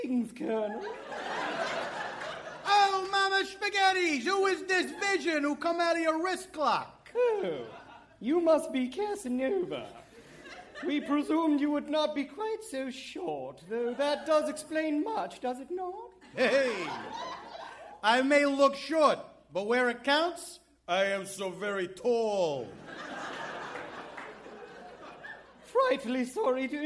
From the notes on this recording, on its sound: Recorded Live 1/10/2014 at Largo, Los Angeles.